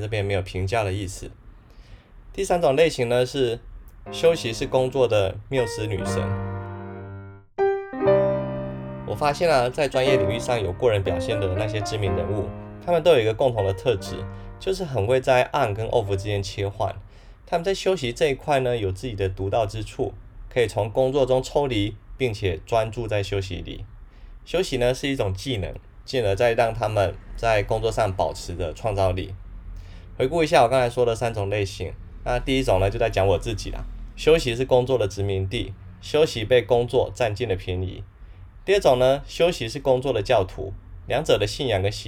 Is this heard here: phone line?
no